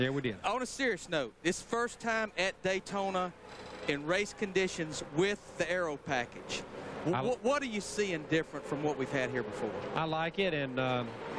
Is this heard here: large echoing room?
no